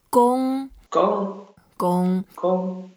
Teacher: 功 is first tone, so we keep it flat.